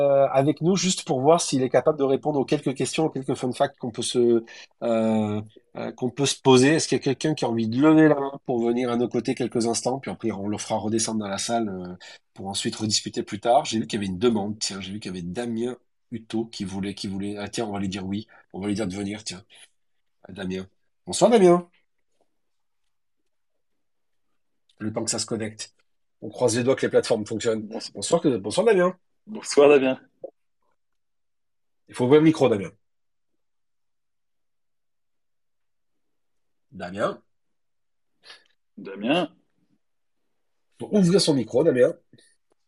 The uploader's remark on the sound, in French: réalisé le 28 juillet 2023 lors d'un Twitter X-Space